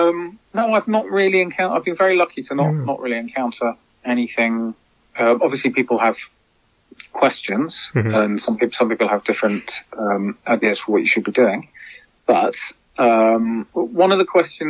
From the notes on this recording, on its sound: Spoke over the phone.